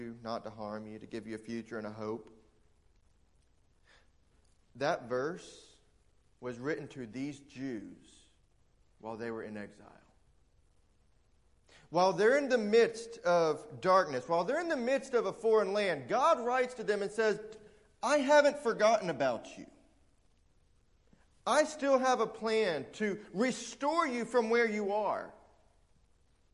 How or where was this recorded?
large echoing room